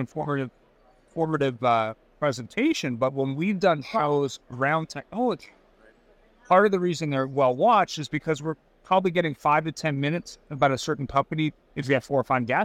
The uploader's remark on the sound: "Live" at Nada 2024.